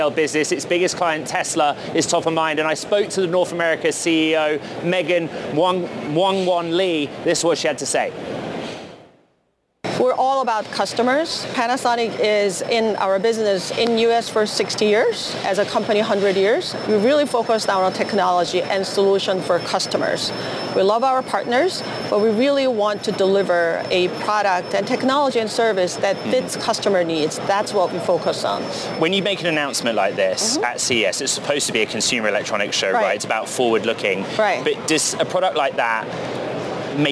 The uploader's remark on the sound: live from CES in Las Vegas